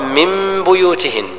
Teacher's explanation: لا ليس إخفاء، انت إظهار، لا هل تورد اسم؟ لا إقلاب، النون هنا تقلب ميما مخفاة بغنة قدر حركتين فتقرأ من بيوتهن، ونقر من لا ننطق بنون ننطق بميم، من